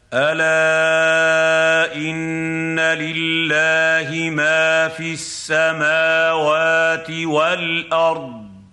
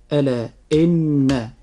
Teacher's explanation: أن مقدار الغنة في نطقنا لحرف النون في حرف إن، مقدار هذه الغنة حركتان، والحركة بمقدار قبض الإصبع أو بسطه، كما سبق أن بينا ذلك في الحلقات السابقة.